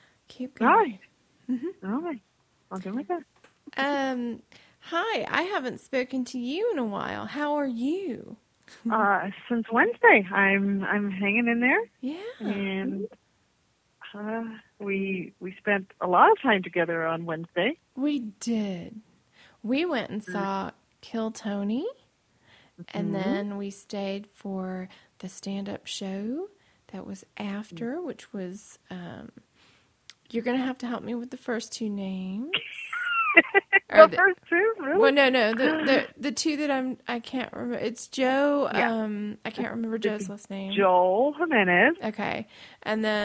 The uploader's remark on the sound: Catch up by phone because they can't clone themselves and be five places at once.